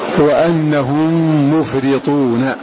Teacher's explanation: فنافع قرأ هذا اللفظ بكسر الراء وأنهم مفرطون، والباقون قرأوا بفتح الراء وأنهم مفرطون، وأنهم مفرطون.